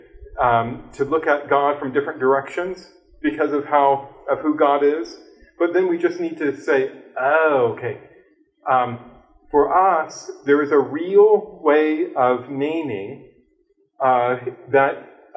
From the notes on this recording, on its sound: This lecture was given on March 8th, 2023, at West Virginia University.